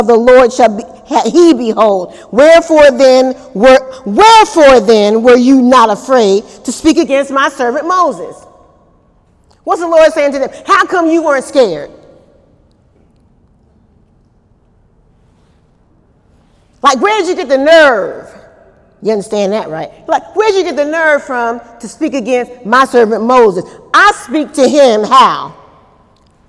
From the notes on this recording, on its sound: During Wednesday night service.